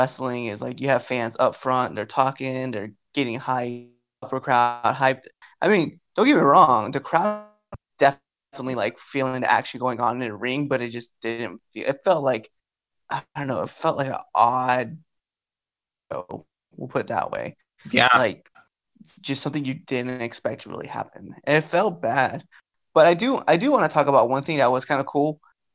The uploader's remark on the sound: Comcast decided that the exact time we were recording, they would have issues… Not before, Not after… DURING! The quality was just not there. We lost over 45 minutes worth of recording, so if it jumps from place to place.